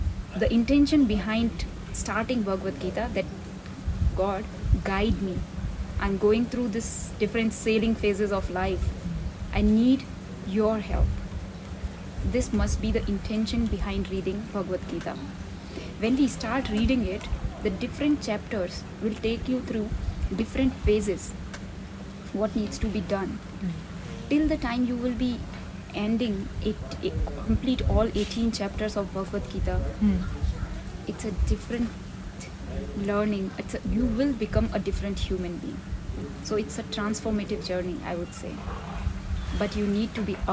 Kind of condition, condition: fault, sounds in the background